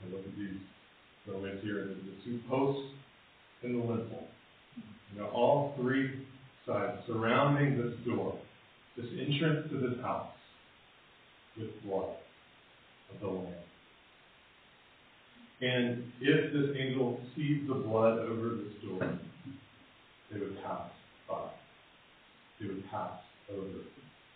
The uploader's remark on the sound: Apologies for the poor audio quality.